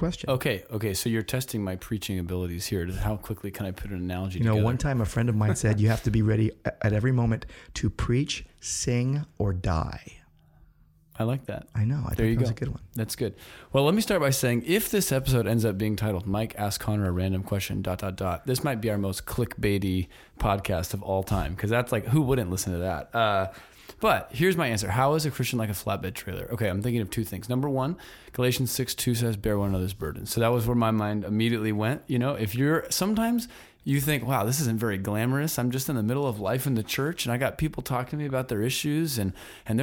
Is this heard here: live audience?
no